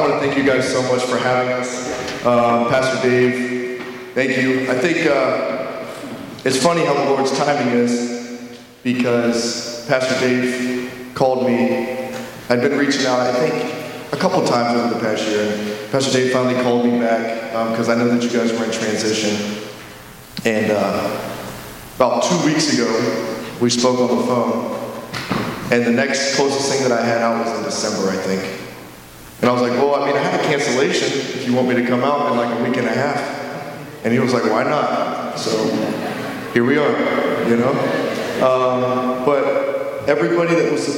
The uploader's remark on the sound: during Sunday worship at The Center on Main